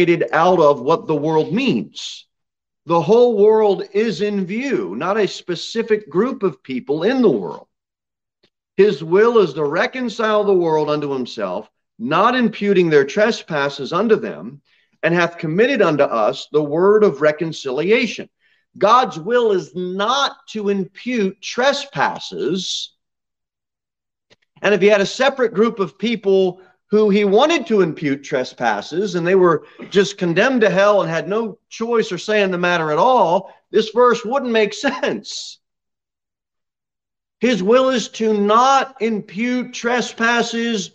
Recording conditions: large echoing room